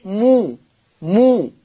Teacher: الميم وراها همزة، يبقى إذن حكم الميم الصلة · Term: صلة ميم الجمع